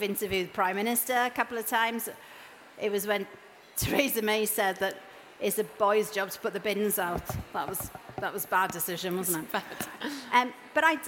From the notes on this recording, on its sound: At stylist live. As this session is recorded live at the Truman Brewery, you might hear a bit of background noise.